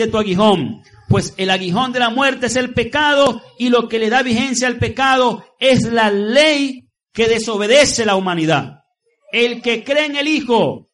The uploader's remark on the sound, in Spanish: Transmitido en vivo desde la Asamblea de Yahweh Nazarena "Casa de Restauración" para la comunidad vecina y a través de la emisora.